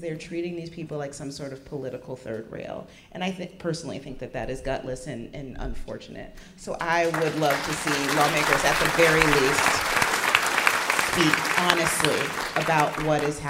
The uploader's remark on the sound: Take the show on the road for a live appearance in Portland, Oregon.